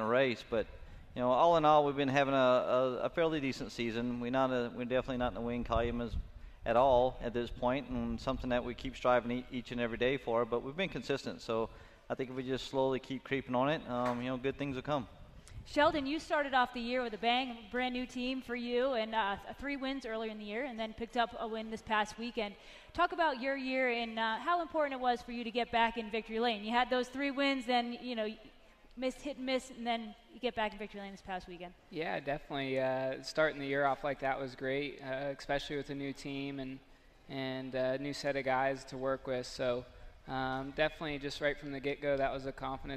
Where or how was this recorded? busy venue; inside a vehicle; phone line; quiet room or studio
busy venue